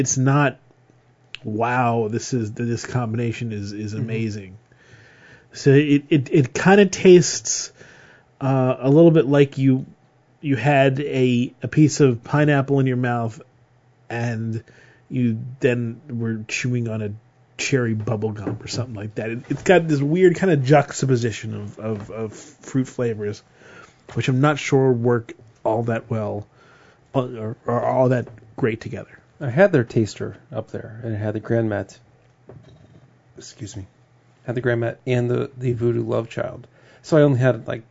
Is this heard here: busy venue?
no